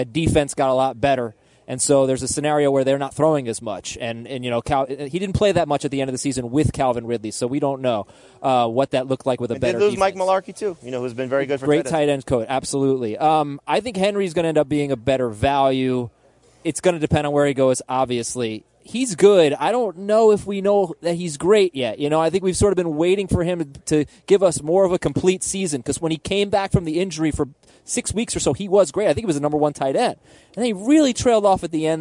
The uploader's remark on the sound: Live from radio row, welcome to Super Bowl week!